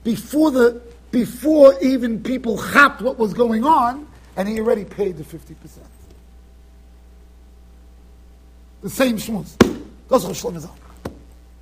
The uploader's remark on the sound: Shiur recorded in Yeshivas Ohr Reuven, Monsey NY.